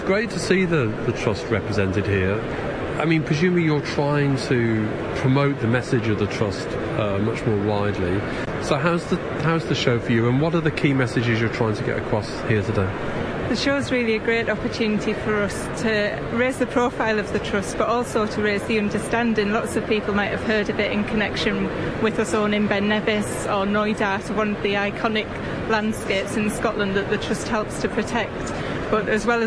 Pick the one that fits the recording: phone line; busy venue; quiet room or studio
busy venue